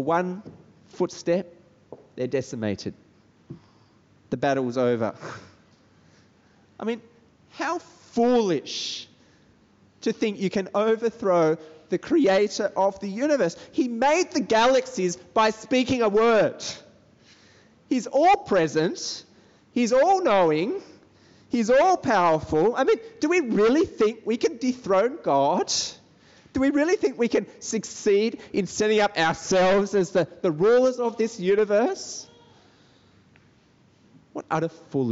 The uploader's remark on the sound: This sermon was preached at Brickfields Asia College Christian Fellowship on 5th October 2021.